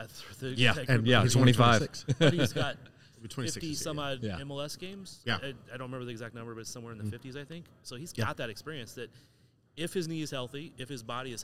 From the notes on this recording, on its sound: We're back to recording in-person as we enjoy podcast row at the United Soccer Coaches Convention in Downtown KC